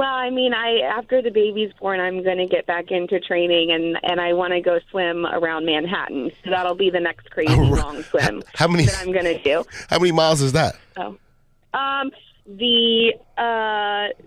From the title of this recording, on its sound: called into the show on Memorial Day weekend.